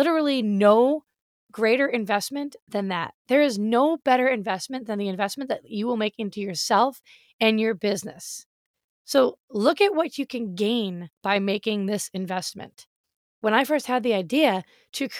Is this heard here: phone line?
no